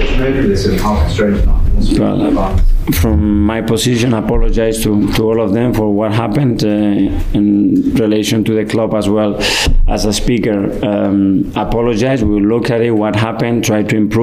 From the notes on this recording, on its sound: Post Match press conference after beating Forest 2-1 at the Emirates.